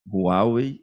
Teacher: tem um fonemazinho de R no começo, Huawei, e a sílaba tônica está no meio.